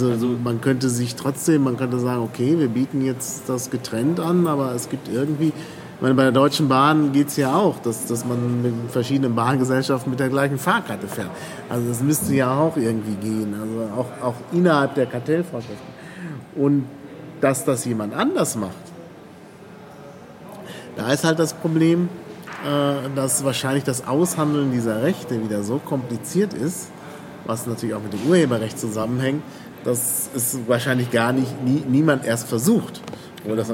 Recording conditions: background noise